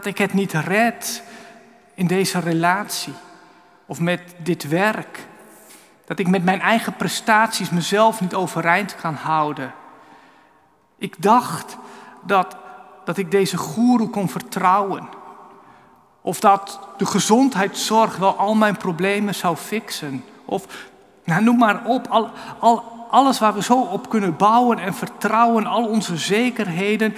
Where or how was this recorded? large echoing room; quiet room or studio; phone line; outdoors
large echoing room